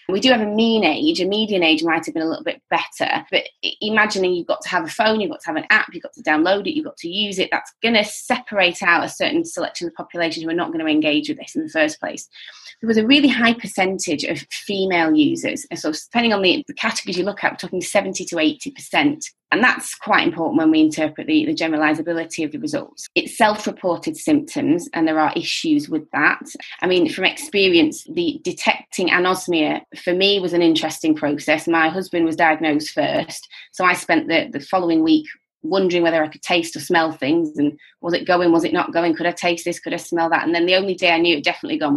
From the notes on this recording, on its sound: Podcast edited from a live webinar